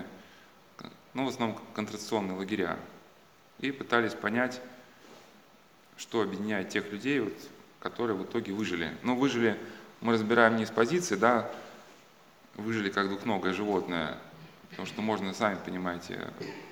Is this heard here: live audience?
yes